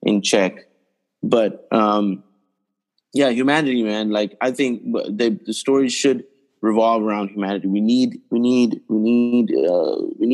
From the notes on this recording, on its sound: Recorded on ZOOM via NYC + LA.